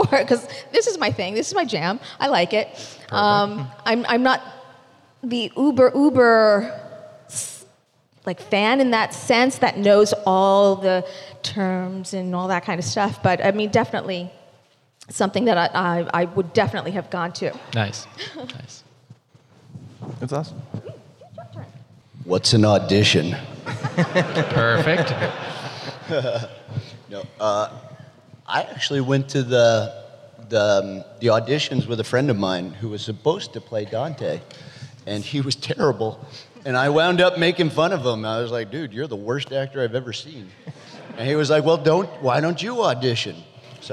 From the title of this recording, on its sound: Reunion Panel from Rhode Island Comic Con 2021